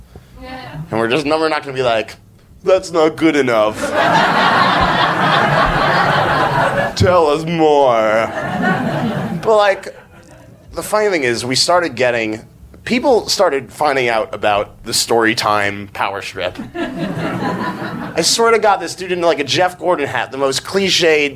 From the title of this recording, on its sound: Live From NYC Podfest 2014